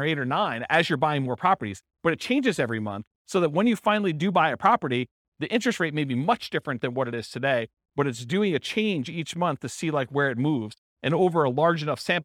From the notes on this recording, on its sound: This was a live class recorded